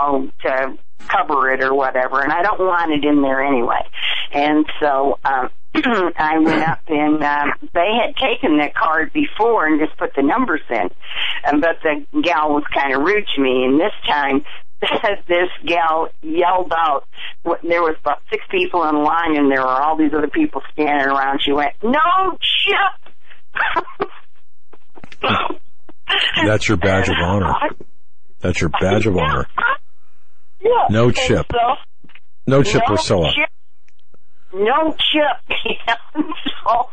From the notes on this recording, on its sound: Open Phone Lines